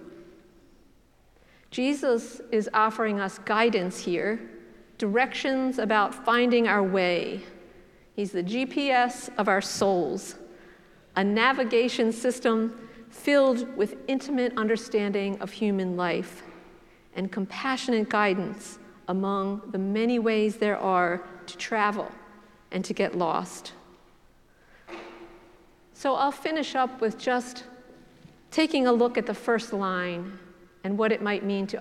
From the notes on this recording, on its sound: preached at the celebration of the Holy Eucharist on All Saints' Sunday